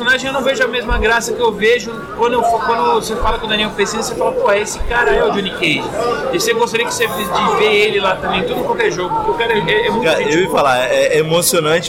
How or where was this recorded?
busy venue